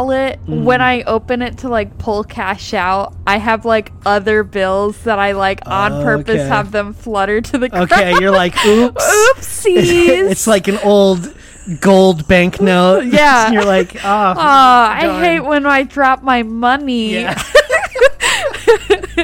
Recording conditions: inside a vehicle